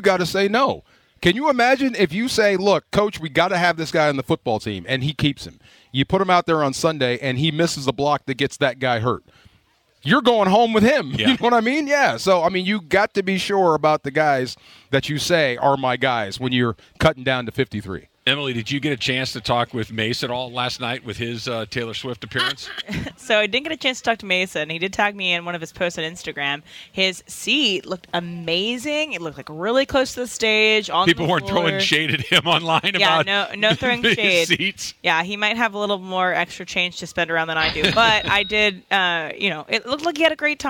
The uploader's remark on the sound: LIVE From Rams Camp! LIVE from RAMS Camp in the City of Irvine.